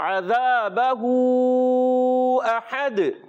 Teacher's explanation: ہا کی ادائیگی کلیئر ہوگی حلق کے درمیان والے حصے سے، ہا سے نہیں بدلنا چاہیے.